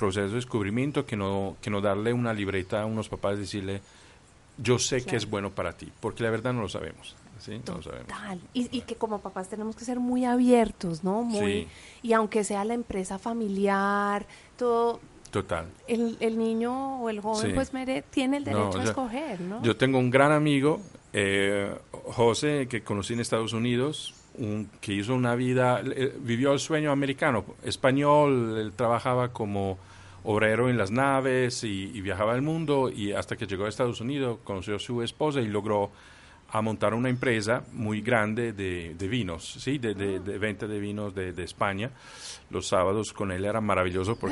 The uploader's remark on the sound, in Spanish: nos recibió en la terraza de su casa, con la vista a un campo de golf, con el sonido de los pájaros, lluvia y truenos